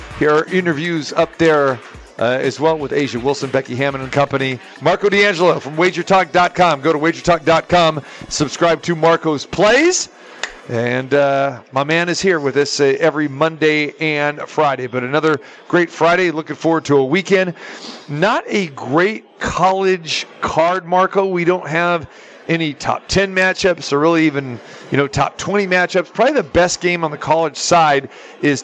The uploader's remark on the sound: Live from the Super Book at the Westgate Las Vegas